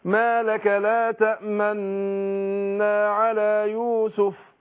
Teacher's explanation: الاشمام ما جاء انطاها، هي طبعا مكتوبة نون واحدة في المصحف مشددة، فبقول تأمنا، ما بيطلعش صوت معاها لكن بضم الشفتين معاها